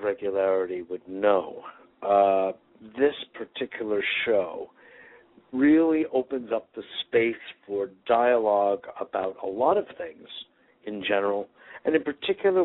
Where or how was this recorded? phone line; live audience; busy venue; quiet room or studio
phone line